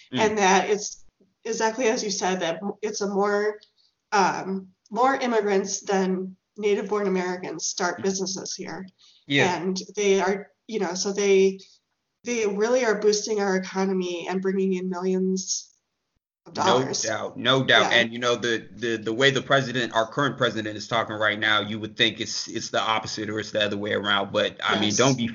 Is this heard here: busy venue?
no